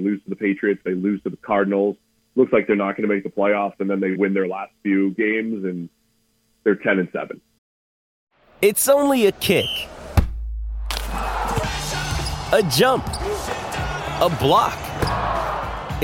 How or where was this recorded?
phone line